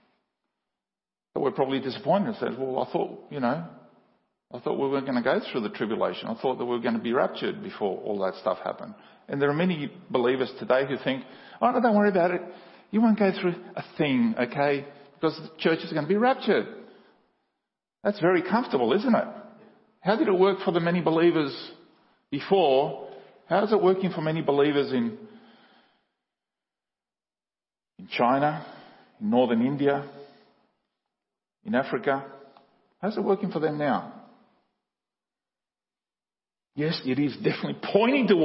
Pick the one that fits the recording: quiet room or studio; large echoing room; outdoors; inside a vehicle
large echoing room